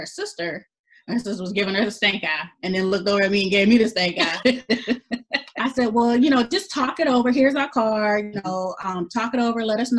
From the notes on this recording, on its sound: We conducted our interview via ZOOM.